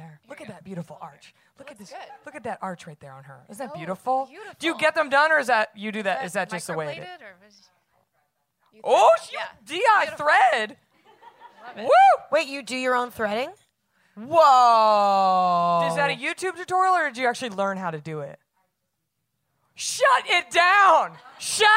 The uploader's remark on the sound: LIVE at SXSW. Live on the SXSW 2018 Podcast stage.